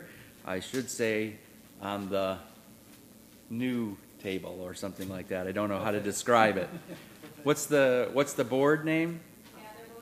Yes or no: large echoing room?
yes